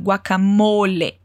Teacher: Atenção com o som do O bem fechado